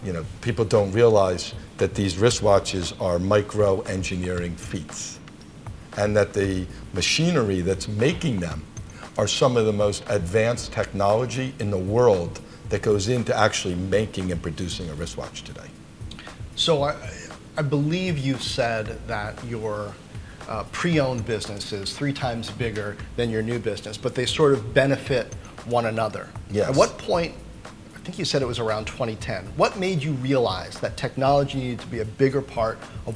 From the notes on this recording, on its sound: At the Breitling Boutique on Madison Avenue in Manhattan – you'll hear the sounds of the store and some construction next door.